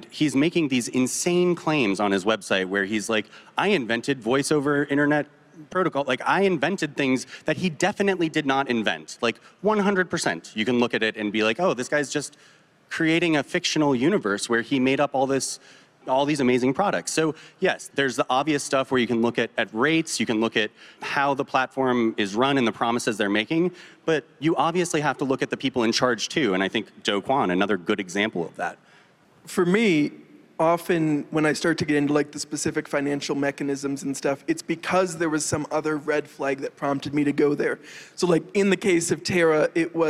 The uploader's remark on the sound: Consensus 2023. Today we present the panel that we were featured on at Consensus, entitled "How to Spot a Scam."